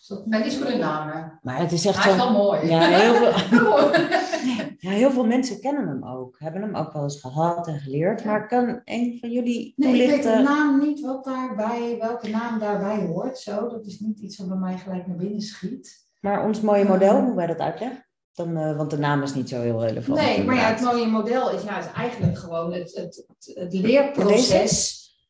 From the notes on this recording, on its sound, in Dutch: De geluidskwaliteit van deze aflevering is iets minder dan je van ons gewend bent